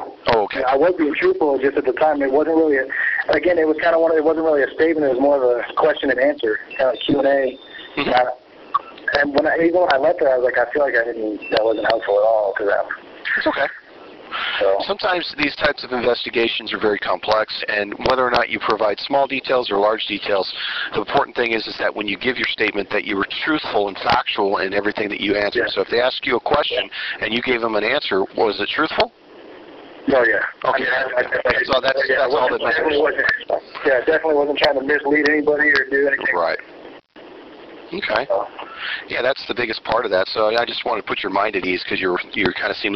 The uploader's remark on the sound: phone interview